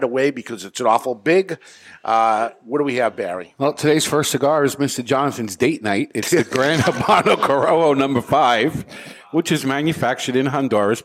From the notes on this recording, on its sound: Broadcasting live from the Toscano Sound Stage in Salem, New Hampshire. The Cigar Authority is a member of the United Podcast Network and is recorded live in front of a studio audience at Studio 21 Podcast Cafe upstairs at Two Guys Smoke Shop in Salem, NH.